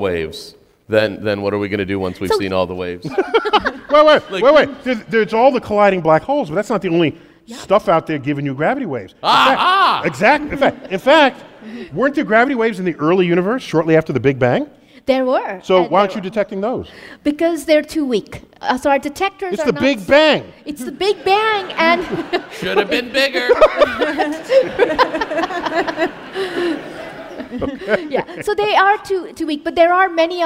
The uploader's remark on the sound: Recorded live at the Count Basie Theatre, Red Bank, NJ.